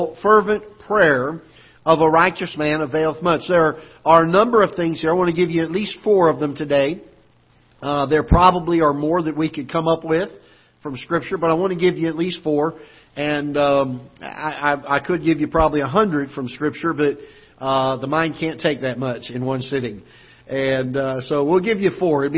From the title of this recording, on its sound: Ketha Heights Baptist Church ~ Live Broadcast